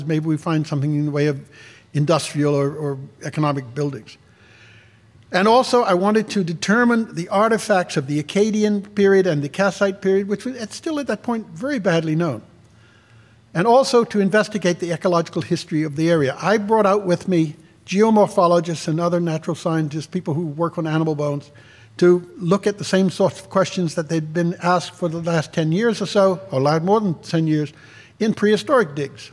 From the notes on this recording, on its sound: This lecture was live streamed. This audio recording was originally presented as an illustrated lecture.